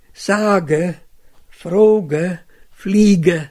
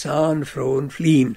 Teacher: die konsequente Bewahrung des intervokalischen G · Shown in: first take